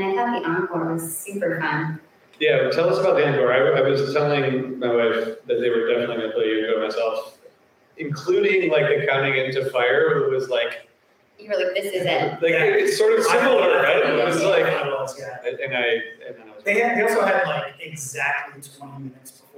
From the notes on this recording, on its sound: Philadelphia, PA. Live from the Ardmore Music Hall!